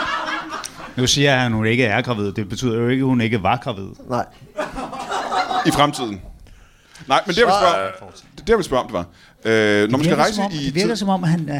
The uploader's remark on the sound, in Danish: LIVE fra Kolding